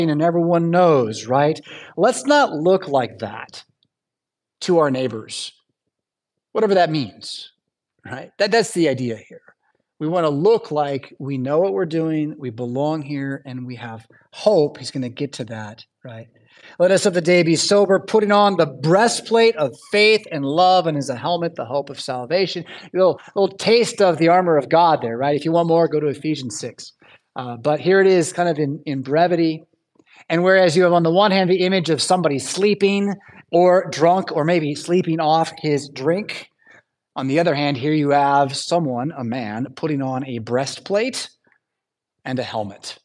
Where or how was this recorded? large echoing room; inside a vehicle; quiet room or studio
large echoing room